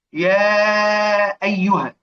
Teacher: تمد بصوتها من أجل التمكن من نطق الهمز